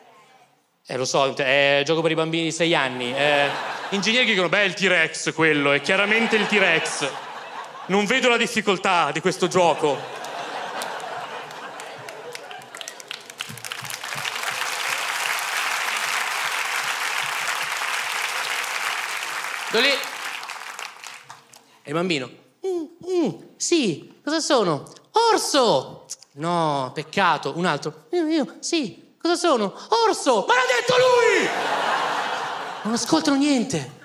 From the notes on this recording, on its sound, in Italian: Registrato al Teatro Manzoni di Milano